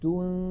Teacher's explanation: أمثلة على إخفاء النون الساكنة والتنوين: أنفسكم وقد سبق شرحها، تنذرهم، لاحظوا على الشاشة كلمة تنذرهم نون ساكنة بعدها ذال، ننتقل من التاء إلى غن إلى مخرج الذال، ولكن لا ننطق ذالا بل ننطق من الأنف غنة